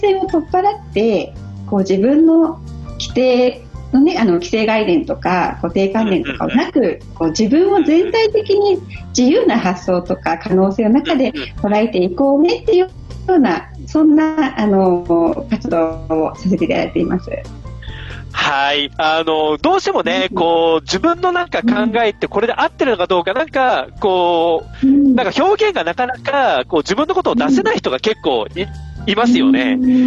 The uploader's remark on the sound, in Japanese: カラフル・スペース放送局』は、ZOOMを使っての新しい形のトーク番組。